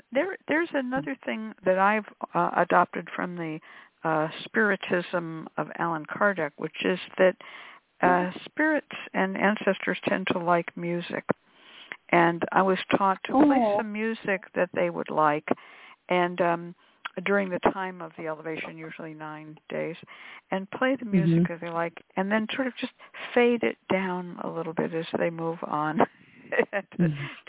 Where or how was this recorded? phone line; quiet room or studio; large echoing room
phone line